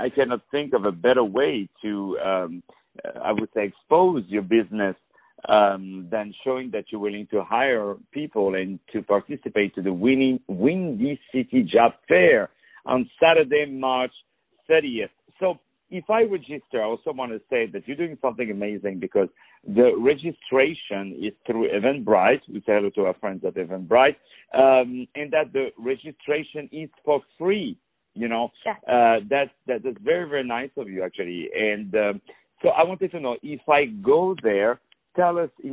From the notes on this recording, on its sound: Interview on the phone.